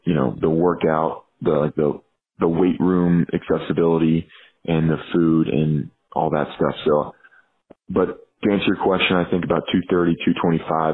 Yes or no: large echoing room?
no